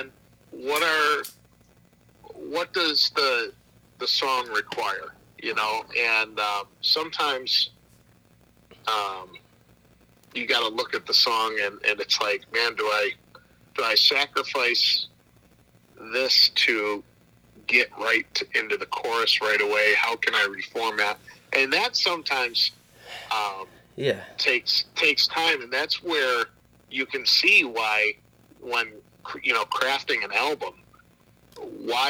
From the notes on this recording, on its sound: burns the phone lines up to Buffalo, NY